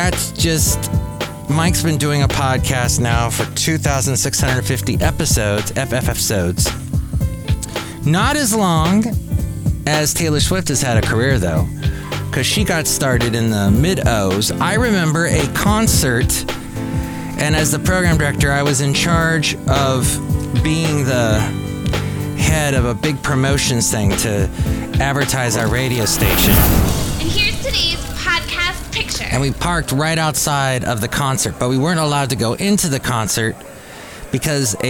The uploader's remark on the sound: podcasts live from Café Anyway